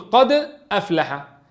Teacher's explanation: نقلوا حركة الهمزة اللي هي الفتحة للدال فصارت قد أفلح · Term: نقلت حركة الهمزة